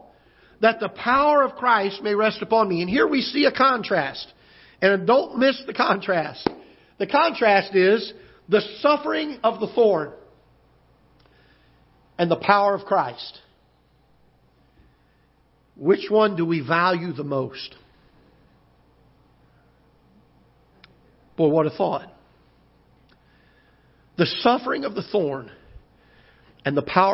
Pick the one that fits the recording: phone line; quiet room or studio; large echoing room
large echoing room